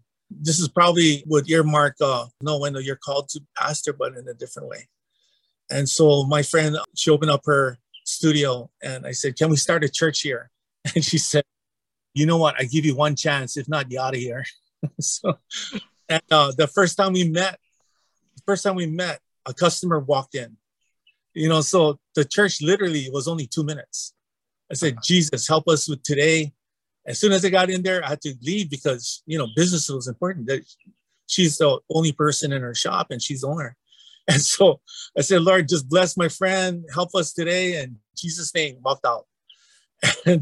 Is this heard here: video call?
yes